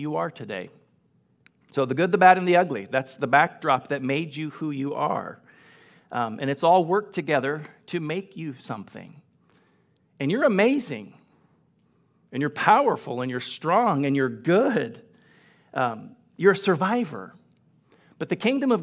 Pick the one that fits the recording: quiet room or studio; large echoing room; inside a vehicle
large echoing room